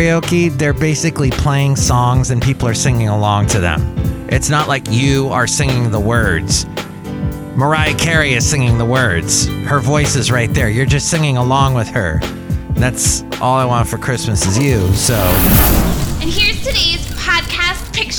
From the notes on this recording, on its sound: Podcasts live from Cafe Anyway.